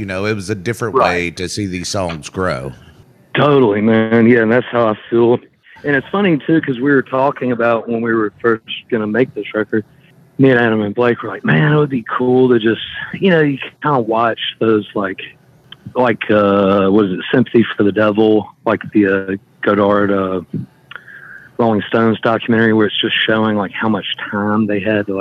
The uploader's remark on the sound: A phone interview.